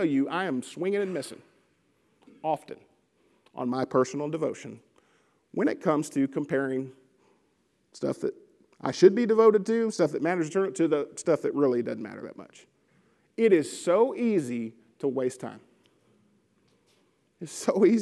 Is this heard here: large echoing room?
yes